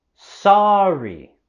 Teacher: Queremos subir la voz y entonación en la primera sílaba de sorry.